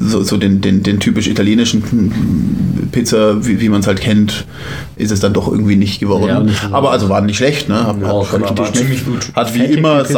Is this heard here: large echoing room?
no